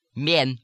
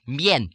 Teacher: You hear a lot of Russians saying not men, but mien, putting it in there too. · Shown in: second take